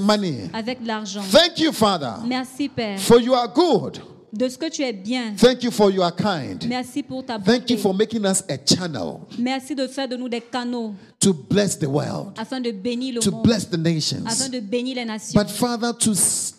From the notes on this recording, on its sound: Preached during Joyful Hour Sunday Service Rabat